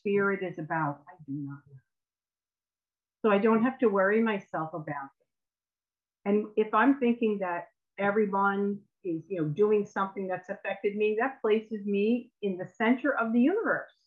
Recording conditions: video call